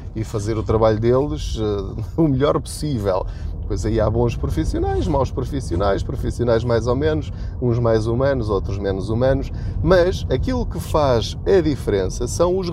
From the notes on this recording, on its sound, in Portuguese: Não ligue aos barulhos da viagem.